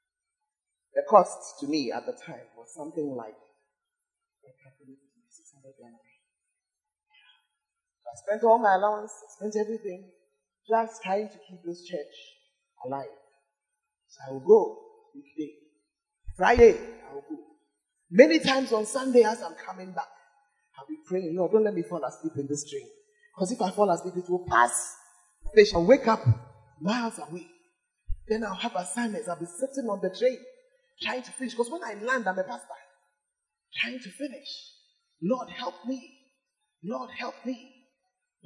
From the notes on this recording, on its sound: Preached At The Fountain of Life Cathedral (The Presence Service)